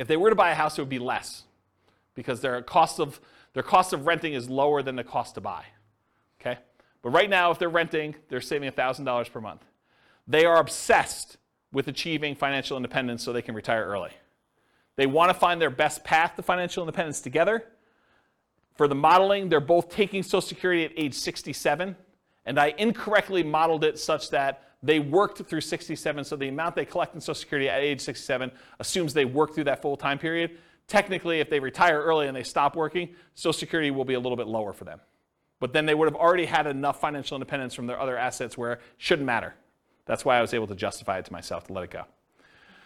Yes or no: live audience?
yes